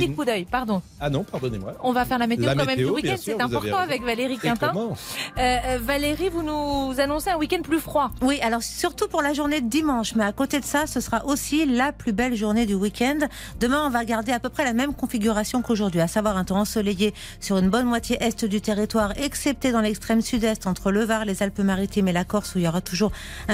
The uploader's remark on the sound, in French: Les Auditeurs ont la Parole en direct du salon de l'Agriculture